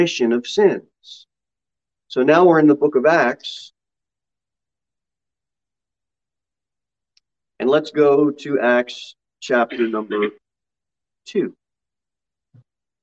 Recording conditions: large echoing room